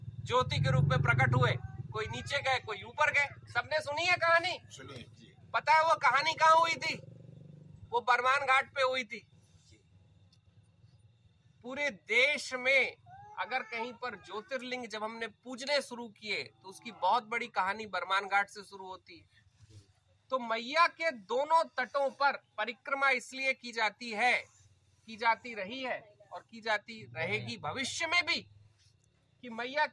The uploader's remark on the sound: Discourse in Sukla teertha. While walking the 3000 kilometres of the Narmada Parikrama, from the biggest towns to the smallest villages.